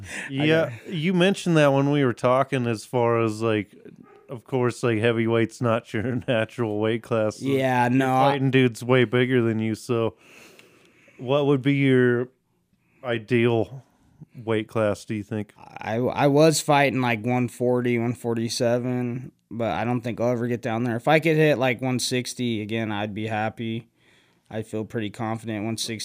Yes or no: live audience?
no